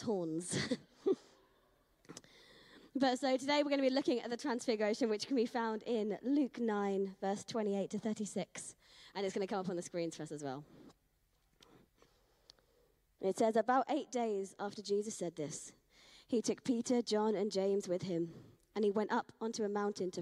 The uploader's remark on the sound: Streamed live at St Paul's Shadwell on Sunday, 6 Aug 2023.